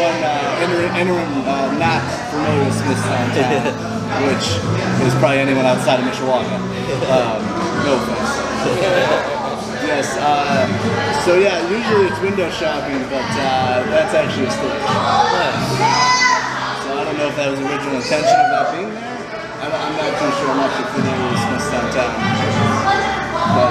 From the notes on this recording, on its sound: Interview recorded at Smith's Downtown in Mishawaka, IN.